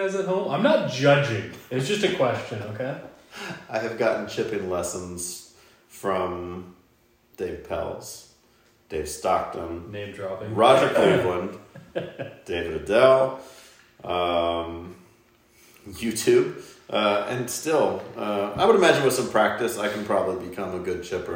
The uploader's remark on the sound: This one was done in person at the Ballyhack Golf Club in VA. Please excuse the minor echo, as the cottages on site are not conducive to recording live audio.